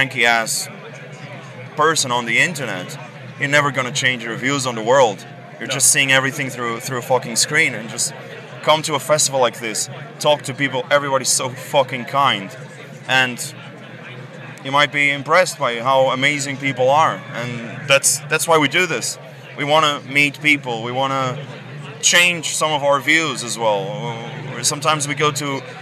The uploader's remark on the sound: From our 'Live from Bloodstock 2023' series.